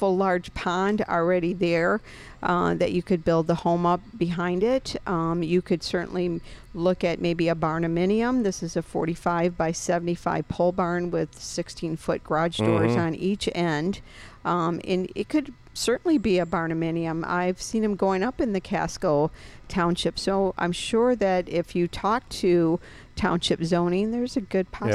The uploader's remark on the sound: On Location at Lake Arvesta